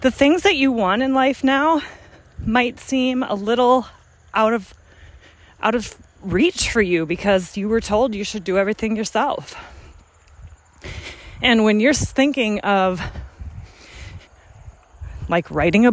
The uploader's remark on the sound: I decided to switch things up a bit by recording while taking a brisk walk. So, if you hear me slightly out of breath at times, that's just me adding some extra energy to our conversation!